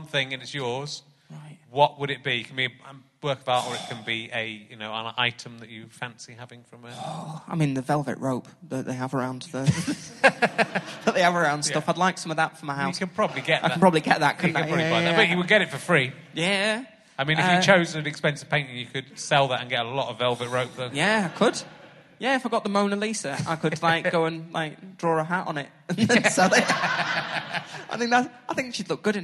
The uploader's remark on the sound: Back at the Manchester Podcast Festival.